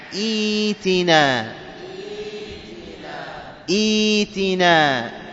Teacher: قال وتقرأ ابتداء بتحقيق همزة الوصل المكسورة وإبدال همزة القطع ياء، تناسب كسرة همزة الوصل لأن همزة الوصل مكسورة في إيتنا، فنقول إيتنا.